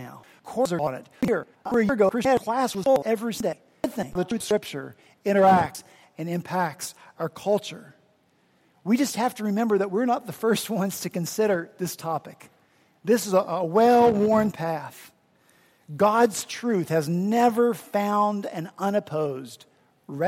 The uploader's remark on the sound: At Redeemer Presbyterian Church in Charleston, SC, we rejoiced to be back together this past Sunday, October 16 after Hurricane Matthew kept us from gathering the Sunday prior.